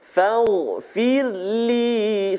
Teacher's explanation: ra sukun yang kita belajar kan ra mati ra baris mati baris sukun sebelum dia baris bawah maka kita kena nipiskan bacaan tarqiq